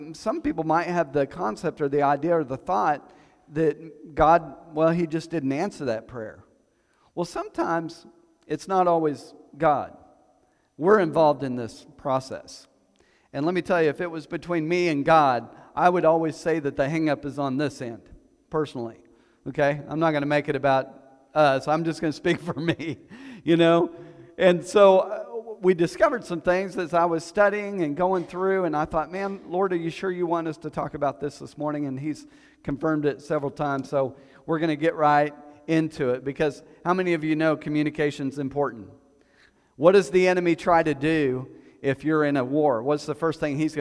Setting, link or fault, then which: setting, large echoing room